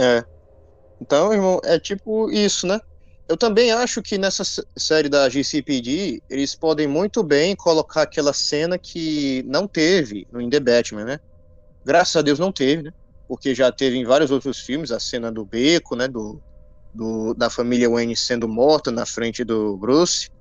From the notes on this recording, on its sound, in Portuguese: Pedimos desculpas pela qualidade no áudio.